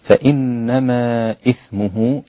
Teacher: مد منفصل جائز إلى مقداره حركتين، جائز المد إلى 4 حركات وإلى 6 حركات، و6 حركات لحمزة وورش.